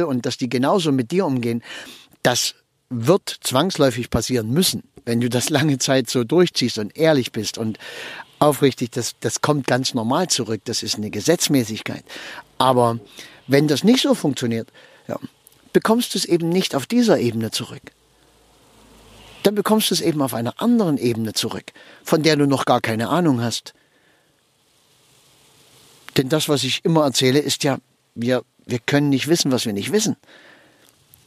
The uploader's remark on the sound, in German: Und wenn ich mit meinem Aufnahmegerät am Straßenrand im Auto sitze, wenn ich während der Autofahrt aufnehme oder sonst irgendwie, dann ist die Aufnahmequalität etwas gemindert. Manchmal kannst du hier auch eine Rede mithören.